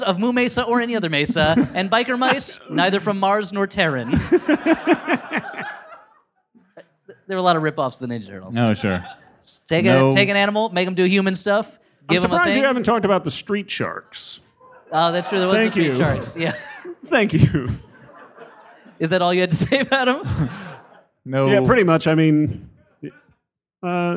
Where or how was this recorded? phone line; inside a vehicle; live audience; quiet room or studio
live audience